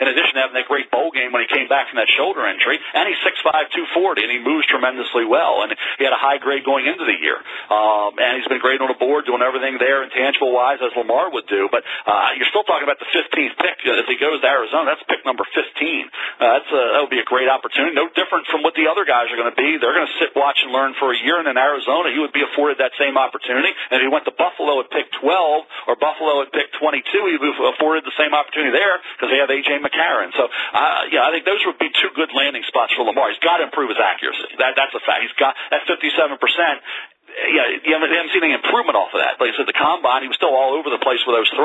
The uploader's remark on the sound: NFL Draft Conference Call